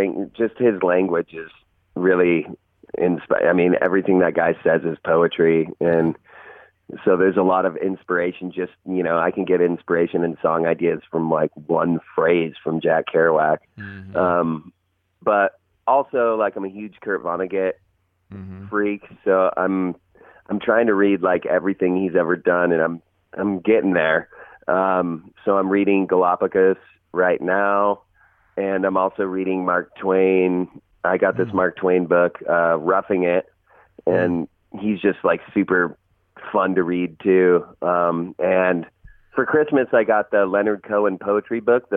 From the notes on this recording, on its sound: caught up by phone